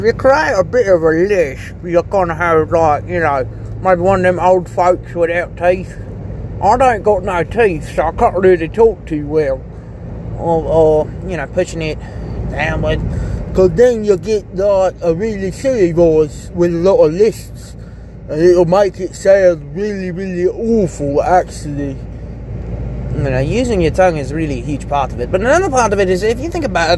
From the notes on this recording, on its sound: Just me screwing about in the car